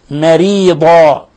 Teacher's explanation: ترقيق الراء لأنها مكسورة